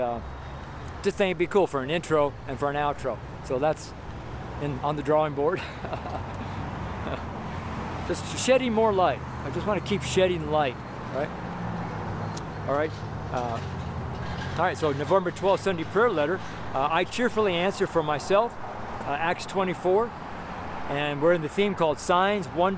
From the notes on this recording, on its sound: MONDAY STREET SERMON. Preached at Baseline & Broadway in Boulder, Colorado.